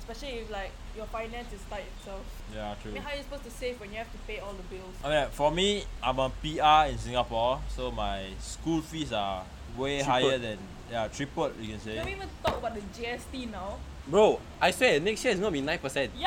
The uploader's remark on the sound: First podcast and we are outdoors ?!